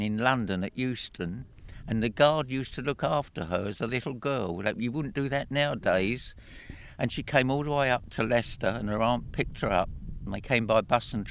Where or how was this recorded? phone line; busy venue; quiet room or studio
busy venue